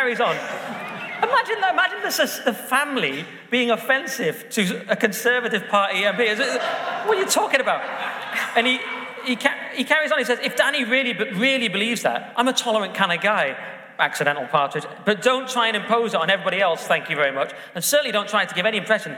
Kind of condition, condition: setting, live audience